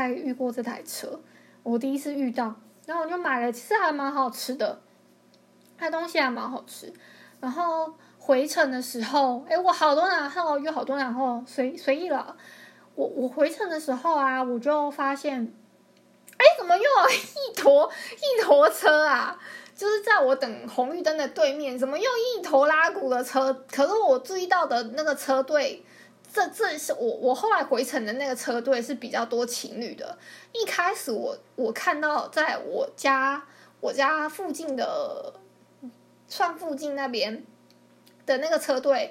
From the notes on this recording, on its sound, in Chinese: 抱歉我後來發現收音的時候收到電腦的聲音